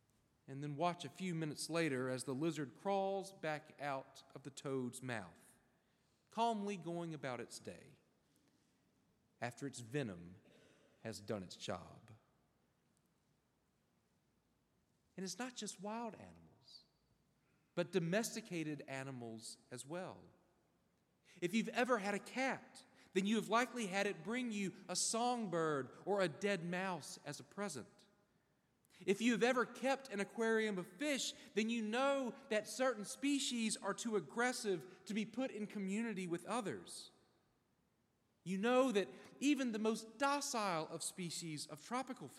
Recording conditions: large echoing room